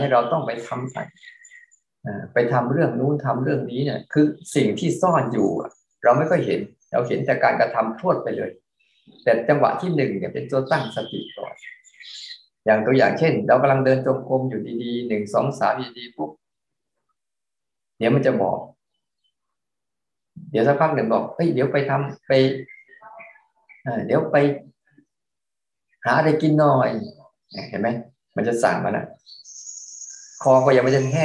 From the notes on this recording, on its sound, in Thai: เป็น 1 ใน 3 คอร์สออนไลน์ (ผ่านโปรแกรม Zoom)